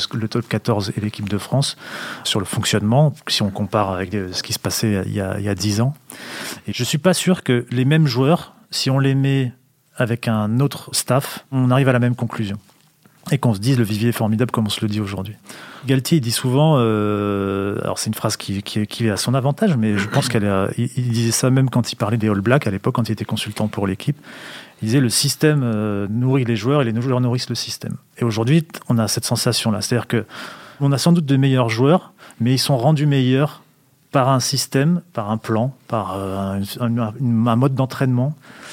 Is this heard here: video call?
no